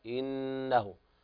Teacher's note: إنه أعطي الغنة بمقدار حركتين